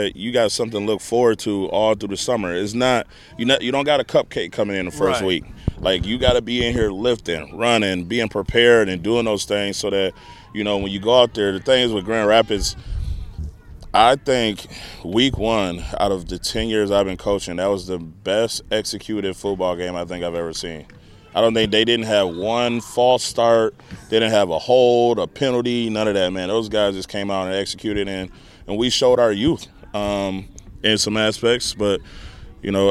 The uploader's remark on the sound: Live From Port Huron High Football Camp!